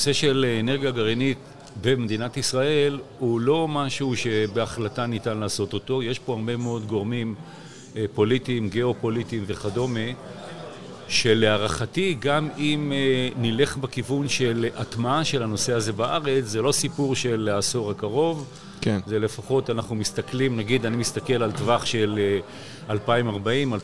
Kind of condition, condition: setting, busy venue